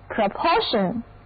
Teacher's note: 整个单词的重音在第二个音节